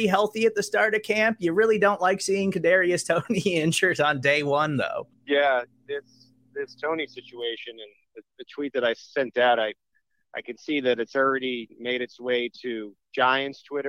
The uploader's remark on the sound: Live from day 1 of the Kansas City Chiefs full-team practice in St. Joseph, Missouri.